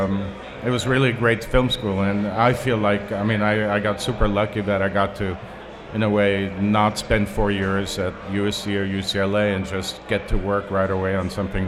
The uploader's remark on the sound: LIVE at Hot Rod Cameras “Cine Beer” Summer Bash! In our first ever LIVE podcast.